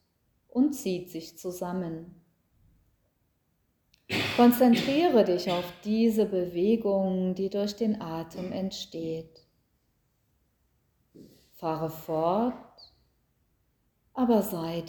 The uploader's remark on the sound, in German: Mitschnitt aus einer Yogastunde mit Hintergrundgeräuschen.